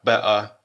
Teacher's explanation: гортанная смычка, она заменяет звук «т» между двумя согласными